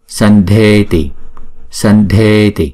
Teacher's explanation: Chữ D này là nằm phần số 4 là chúng ta đọc bằng phần răng. Do đó chữ anuswara chúng ta phải đọc là N.